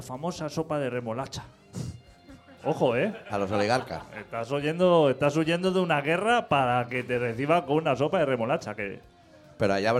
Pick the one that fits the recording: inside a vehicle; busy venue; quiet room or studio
busy venue